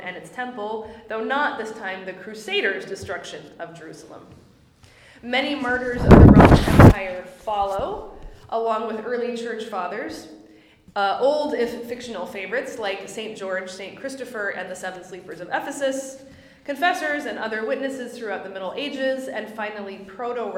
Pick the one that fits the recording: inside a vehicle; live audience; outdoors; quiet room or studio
live audience